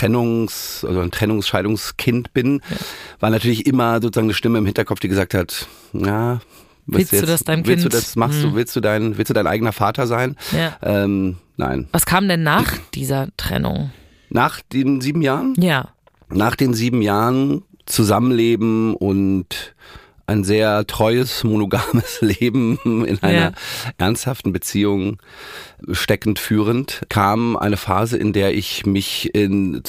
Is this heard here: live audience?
no